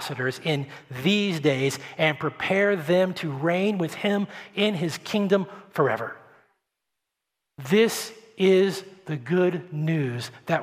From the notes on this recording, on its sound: at Redemption Hill Church on Sunday, June 6th, 2021